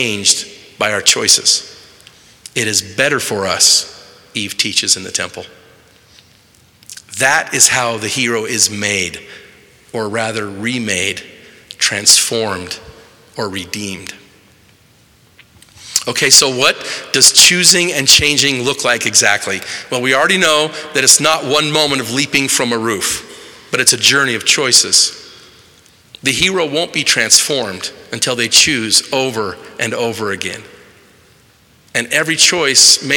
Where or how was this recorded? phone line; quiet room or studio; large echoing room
large echoing room